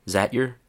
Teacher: we just dropped the short I sound at the beginning of is